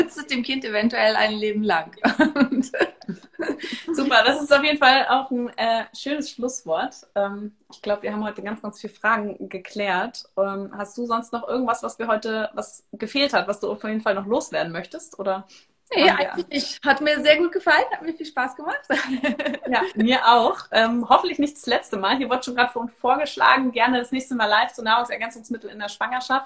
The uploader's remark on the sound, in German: Diese Folge ist eine Aufzeichnung unseres gemeinsamen Instagram Live